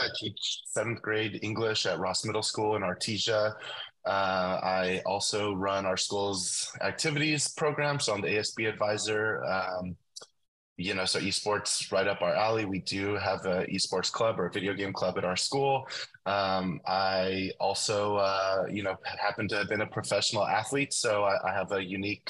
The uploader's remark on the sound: The podcast is recorded and produced with Soundtrap for Education, Zoom and Microsoft Teams.